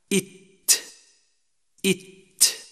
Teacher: تخرج التاء من طرف اللسان مع أصلي الثنيتين العليين مصعدا إلى الحنك الأعلى، أي بالضغط على الحنك الأعلى إت إت، فإخراجها بشكل صحيح يكون بإلصاق ظهر اللسان بأصلي الثنيتين العليين مما يلي الثنيتين إت، وتسمى نطعية نسبة إلى نطع أي جلدة سقف الحنك الأعلى.